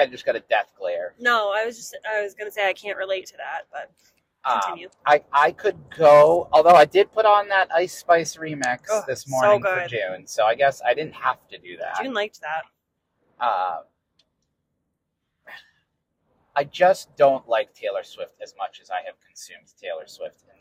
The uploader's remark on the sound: We also recorded this from our car while we drove to Boston Calling.